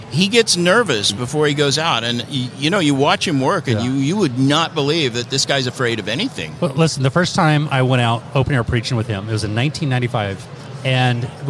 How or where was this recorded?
busy venue